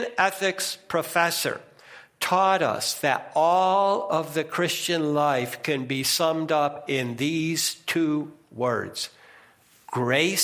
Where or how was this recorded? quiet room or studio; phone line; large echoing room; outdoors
large echoing room